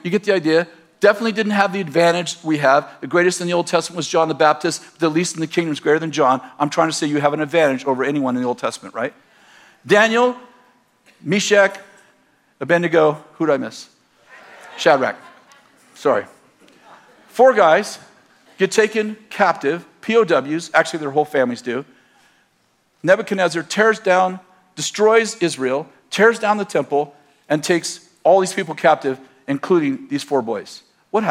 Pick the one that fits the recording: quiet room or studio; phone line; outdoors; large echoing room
large echoing room